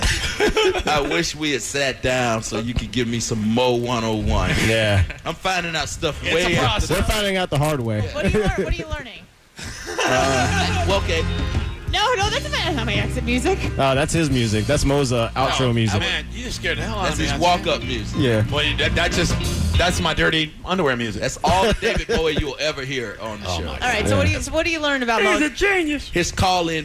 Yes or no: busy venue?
yes